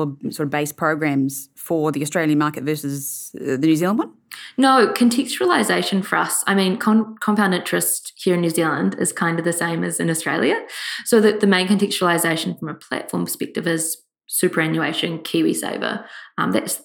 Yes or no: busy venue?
no